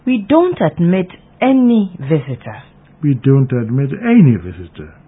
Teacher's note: Any is given emphatic stress.